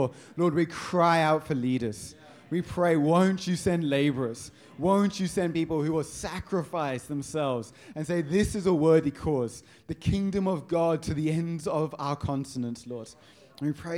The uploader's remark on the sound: Audio session recordings from the recent Advance Africa Leadership Conference, which took place in JHB, South Africa.